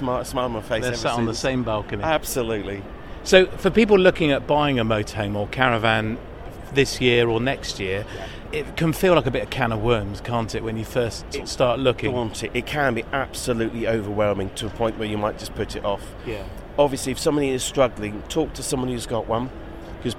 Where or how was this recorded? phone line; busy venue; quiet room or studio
busy venue